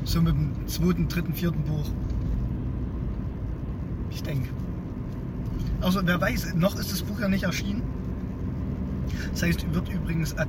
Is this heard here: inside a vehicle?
yes